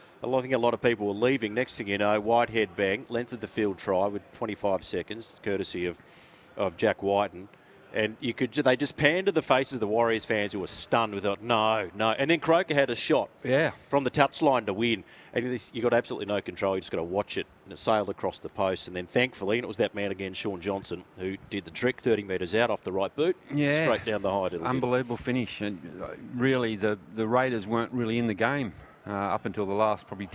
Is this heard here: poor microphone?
no